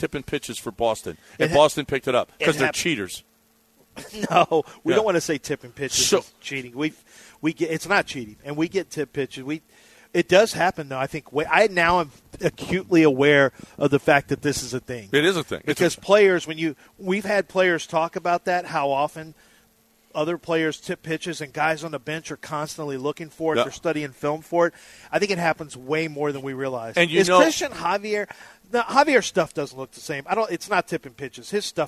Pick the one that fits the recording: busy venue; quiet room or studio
busy venue